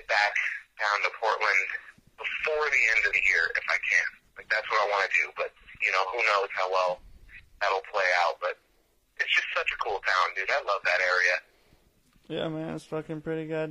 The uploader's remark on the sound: This is a call in from Spokane Washington